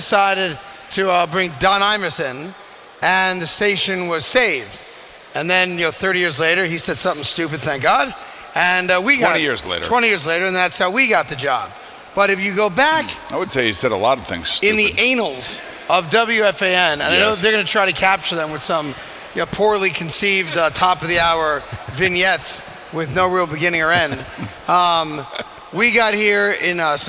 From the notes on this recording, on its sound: a special show live from Grand Central Terminal